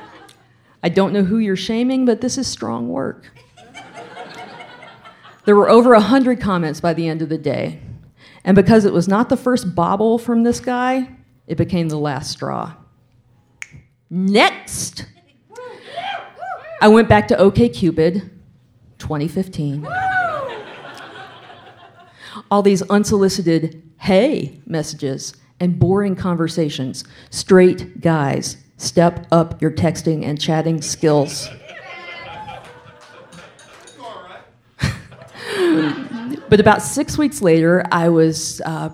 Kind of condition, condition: setting, live audience